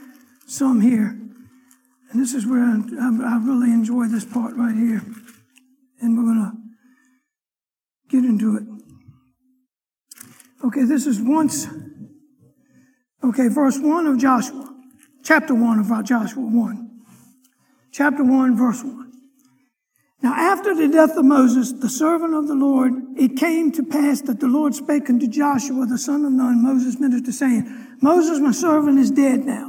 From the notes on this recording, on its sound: Sunday morning lecture